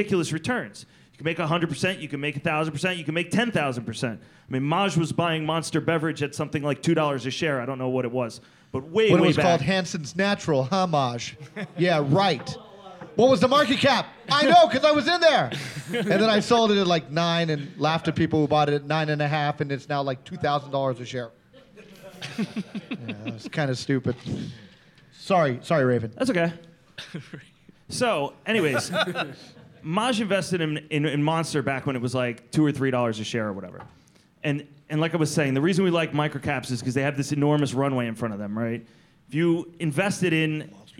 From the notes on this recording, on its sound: the first-ever live Planet MicroCap Podcast that I recently hosted at the Planet Microcap Showcase 2017 in Las Vegas